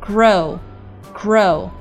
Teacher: 舌尖是需要往后卷的，而不是和上牙龈去接触或者摩擦发这个 r 的音